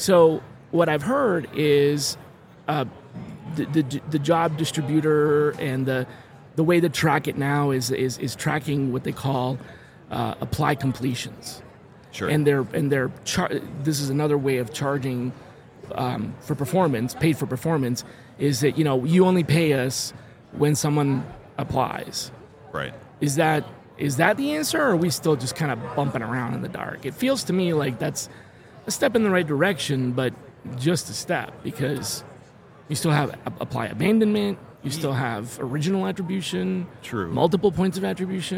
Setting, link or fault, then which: setting, busy venue